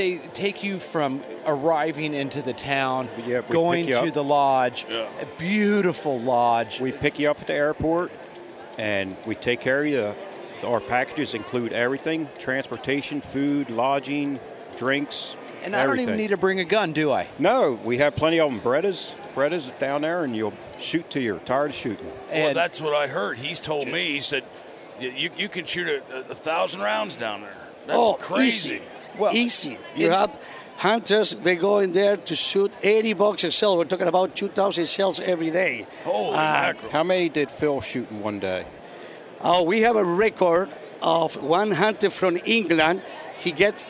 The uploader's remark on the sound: Live from the Great American Outdoor Show